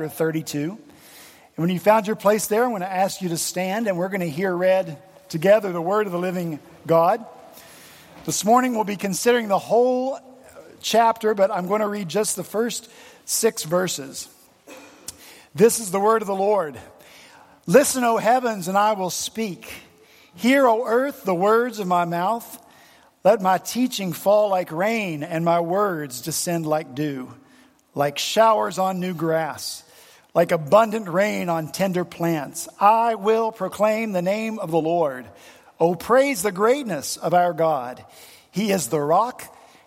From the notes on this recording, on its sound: At Redeemer Presbyterian Church in Charleston, SC.